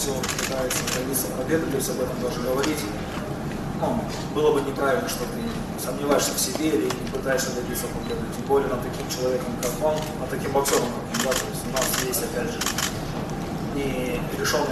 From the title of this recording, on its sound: NYC Press Conference